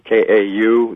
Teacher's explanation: with a little glottal stop, K-A glottal stop you, that means mine